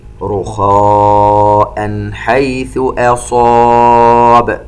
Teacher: تفخيم الخاء المفتوحة وهي من أحرف الاستعلاء وبعدها الألف من أعلى مراتب التفخيم